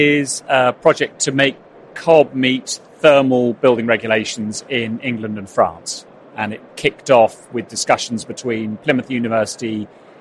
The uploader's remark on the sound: Conversations recorded at Futurebuild 2022